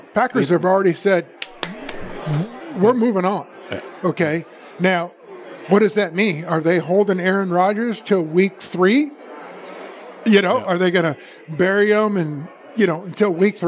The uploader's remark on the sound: Live at the Suoerbook at the Westgate